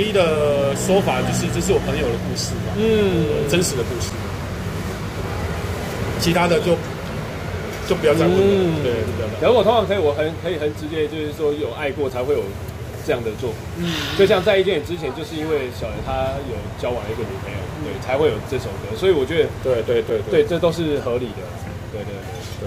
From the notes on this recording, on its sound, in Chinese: 錄音地點：台南 牽咖啡